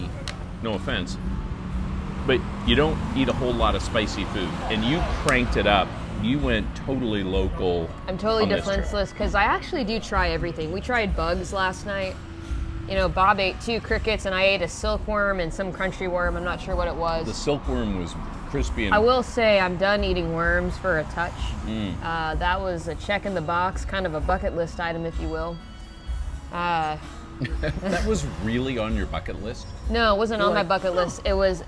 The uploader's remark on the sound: Are at a local restaurant in Chiang Mai, Thailand. Enjoy the local street sounds.